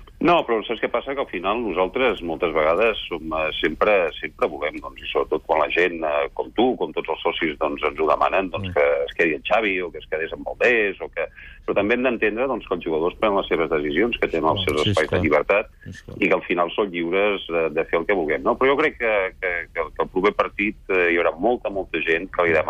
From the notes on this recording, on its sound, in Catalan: ha trucat en directe